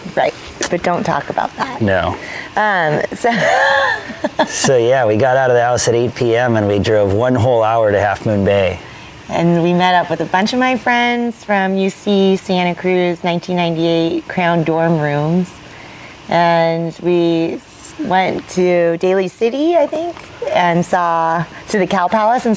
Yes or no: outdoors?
yes